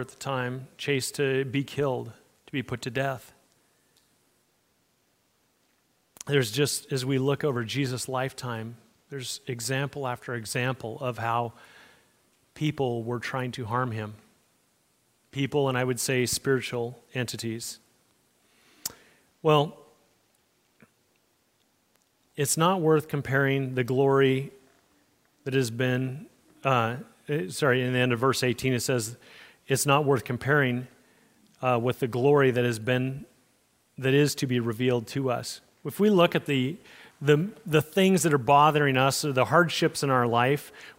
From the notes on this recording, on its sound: Message recorded at Liferoads Church in Spokane, Washington, on August 20, 2023.